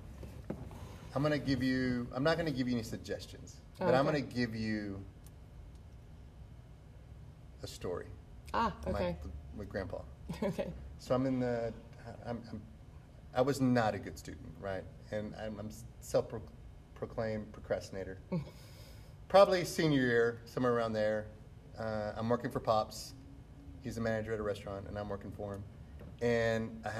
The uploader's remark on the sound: Betos Mexican Restaurant. Recorded at Betos.